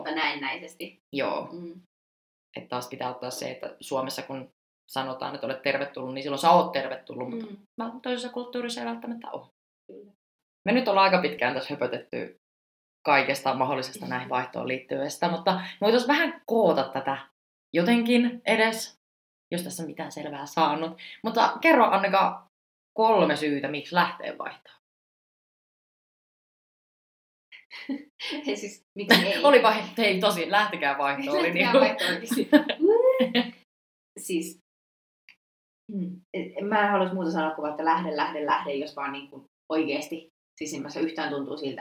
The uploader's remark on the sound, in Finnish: Pahoittelut jo etukäteen huonosta äänenlaadusta, tekemällä oppii ja tästä viisaampana äänittelemään tulevia jaksoja.